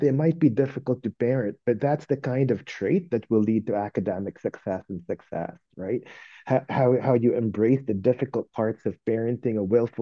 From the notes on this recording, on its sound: These episodes are recorded live using a webinar platform to encourage questions from alliance members and other listeners.